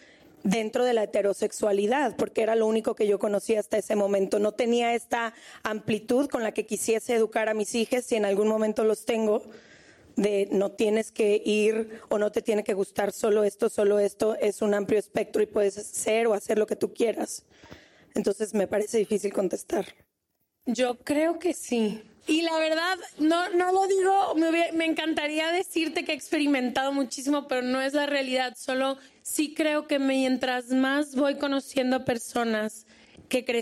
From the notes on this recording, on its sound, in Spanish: Preguntas y respuestas en vivo desde Madrid. Hace unas semanas estuvimos grabando episodios en España.